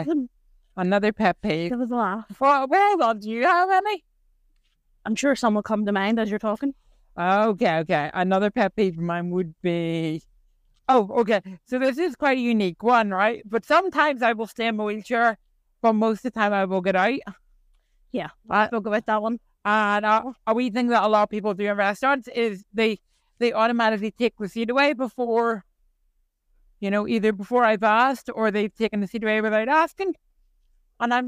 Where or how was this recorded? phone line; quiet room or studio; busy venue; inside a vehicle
inside a vehicle